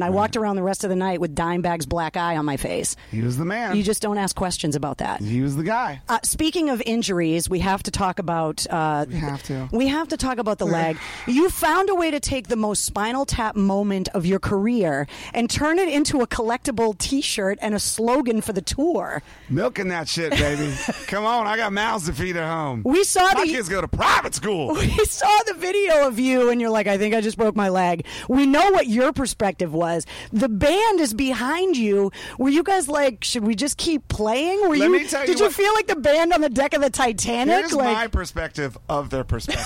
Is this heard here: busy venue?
yes